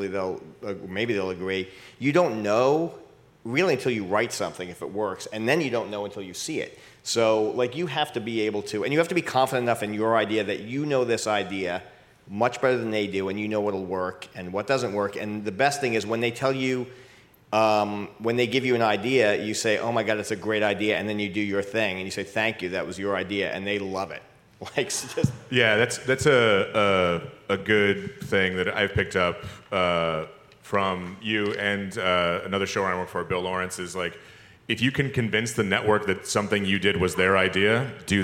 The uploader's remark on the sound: Recorded Live at the 2018 ATX Festival.